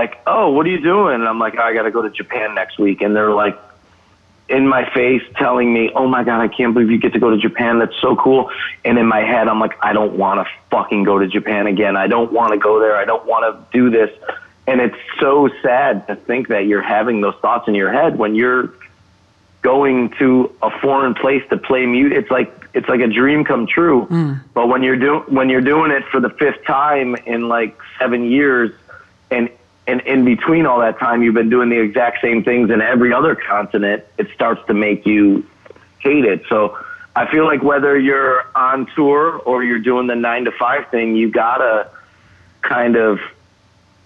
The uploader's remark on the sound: phoned in to join the TVTV podcast